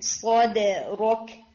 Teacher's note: دال لائٹ ہے، اور رو ہیوی ہے اینڈ کاف لائٹ ہے